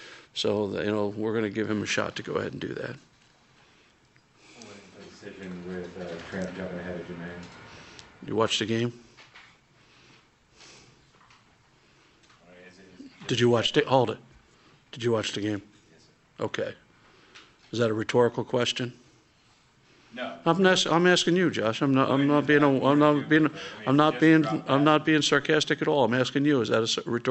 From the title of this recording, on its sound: Press Conferences & Post-Game Interviews